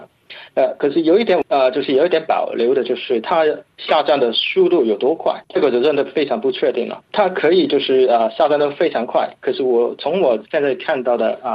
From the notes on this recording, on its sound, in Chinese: 法广电话连线了新西兰惠灵顿维多利亚大学中国气候政策研究专家。